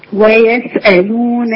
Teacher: السين دقيقة جدا ومهموسة لأنها ساكنة